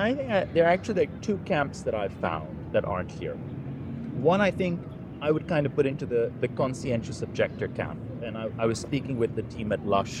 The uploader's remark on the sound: Live from COP28.